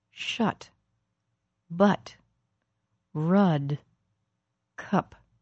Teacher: The sound is not front and not back, not high and not low. It's a very neutral sound, a relaxed, middle, central vowel sound.